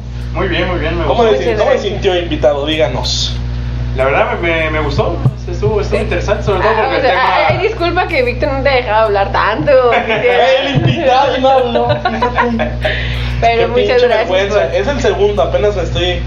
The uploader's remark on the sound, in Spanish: Sabemos que el audio es malo, estamos trabajando para solucionar eso lo mas pronto posible y también para dejar de golpear la mesa en cada frase que decimos